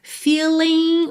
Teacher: o G final também não é pronunciado